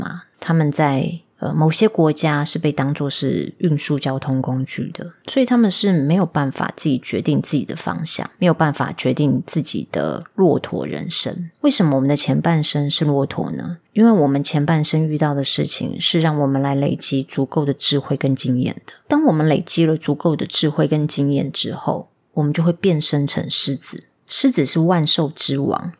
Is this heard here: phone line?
no